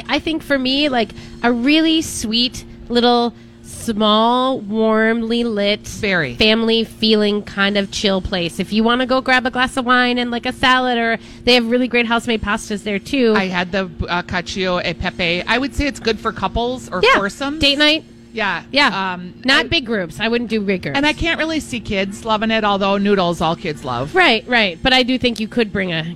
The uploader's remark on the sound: Live Broadcasting at EL Burrito!